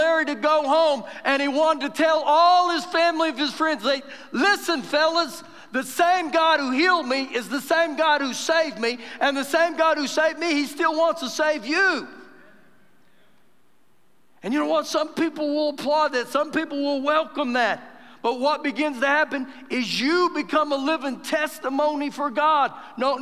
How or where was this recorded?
live audience